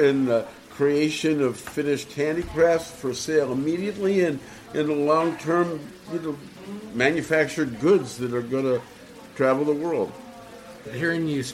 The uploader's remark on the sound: Recorded in Thailand during the Asia International Hemp Expo. Recorded in Thailand during the Asia International Hemp Expo.